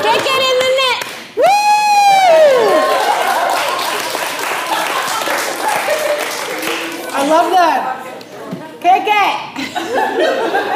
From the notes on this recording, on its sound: Our first LIVE SHOW RECORD!